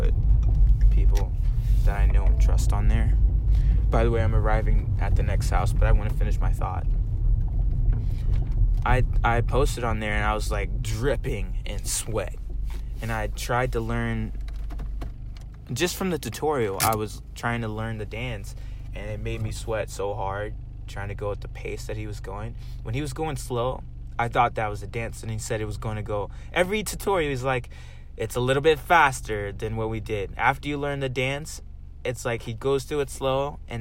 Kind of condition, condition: setting, inside a vehicle